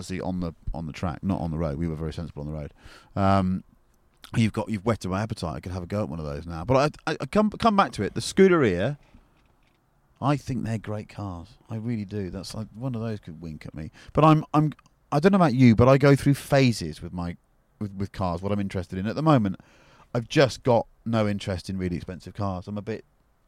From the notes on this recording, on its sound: The two shoot the breeze in a leafy pub car park in Wiltshire